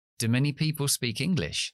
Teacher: No decimos do, decimos de. Cambiamos la u larga de do en conversación y utilizamos la schwa · Term: formas débiles